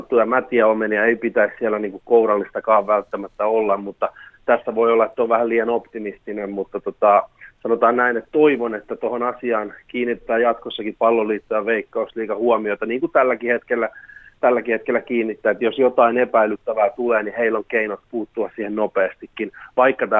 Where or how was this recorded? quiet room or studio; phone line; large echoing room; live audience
phone line